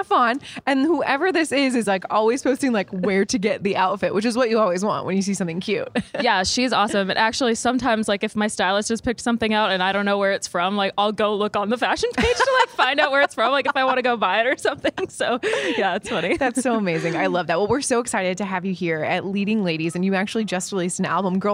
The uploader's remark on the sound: backstage at Audacy's Leading Ladies Live